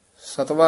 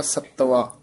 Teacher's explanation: ਸੱਤਵਾ ਥੋੜਾ ਜਿਹਾ ਕੱਸ ਕੇ ਬੋਲਣਾ ਹੈ, ਸਤਵਾ ਨੀ ਕਹਿਣਾ · Shown in: second take